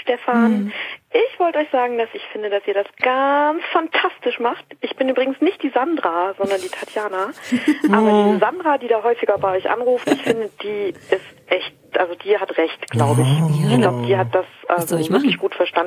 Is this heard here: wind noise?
no